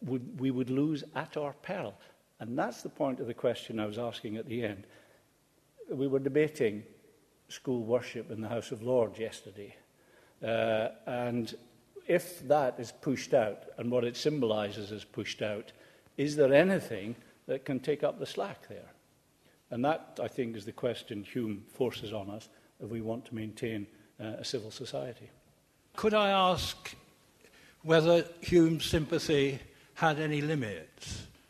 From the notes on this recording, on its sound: Recorded 25 October 2011 at the Playfair Library, Edinburgh